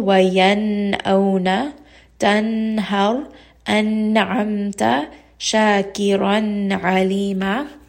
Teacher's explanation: You are not bringing up into the nose any more than necessary. The nun sound is very clear. It is not being merged. It is not being hidden. · Term: idhar